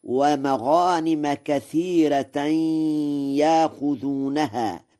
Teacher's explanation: متبعة. قوله تعالى: ومغانم كثيرة يأخذونها، قرأ ورش: ومغانم كثيرة يأخذونها، بترقيق الراء في كثيرة وإبدال الهمزة حرف مد من جنس حركة ما قبلها في يأخذونها